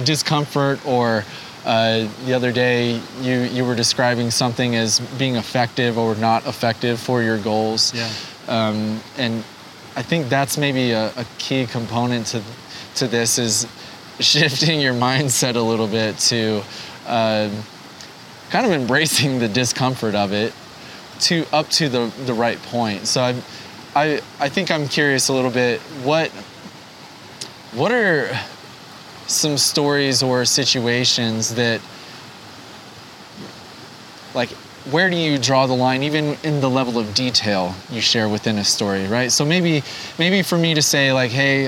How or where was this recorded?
outdoors